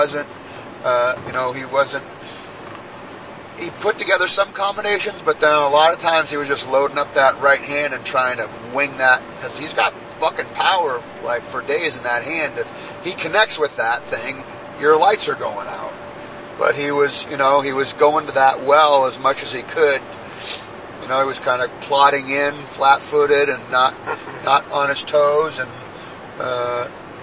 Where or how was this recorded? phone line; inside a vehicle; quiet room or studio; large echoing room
inside a vehicle